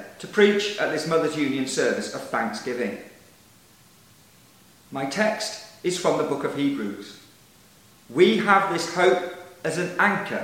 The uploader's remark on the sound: Our online service this week is the Diocesan Mothers' Union Festival Service from Kildallon Church.